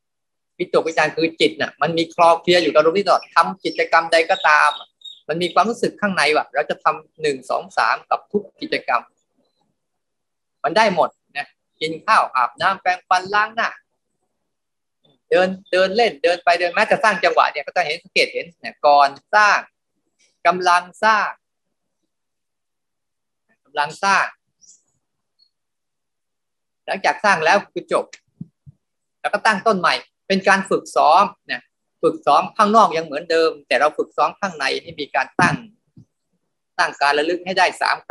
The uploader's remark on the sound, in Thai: คอร์สออนไลน์ (ผ่านโปรแกรม Zoom)